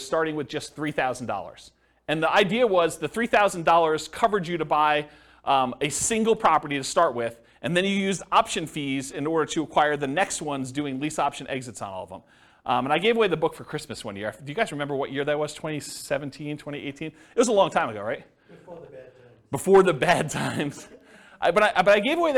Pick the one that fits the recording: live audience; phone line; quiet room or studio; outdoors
live audience